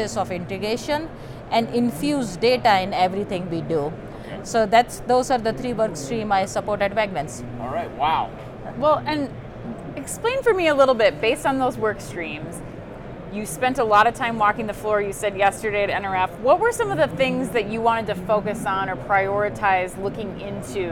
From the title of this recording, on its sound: Live From NRF 2024